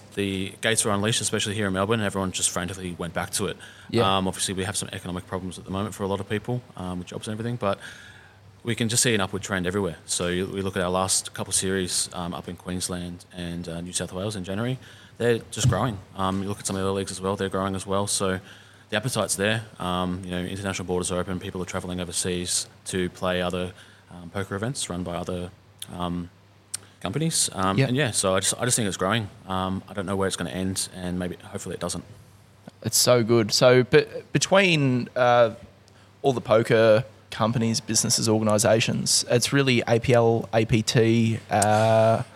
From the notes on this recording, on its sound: live at the APLPT Melbourne at Club Italia